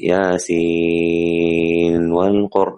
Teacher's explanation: وجوب إظهار النون الساكن عند الواو · Term: إظهارا مطلقا